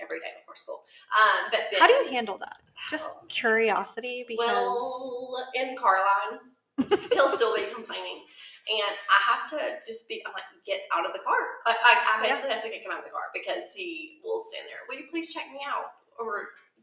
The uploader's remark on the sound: Disclaimer* every now and then technology gets the best of us. Unfortunately the sound quality of this episode is a bit uneven.